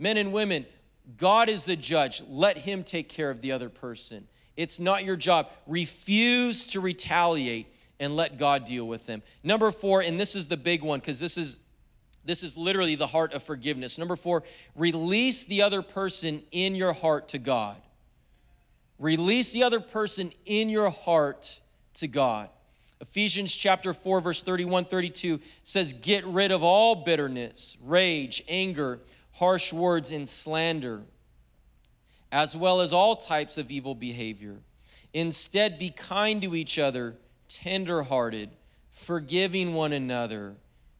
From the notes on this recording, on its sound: was preached on February 27th at the 10AM service.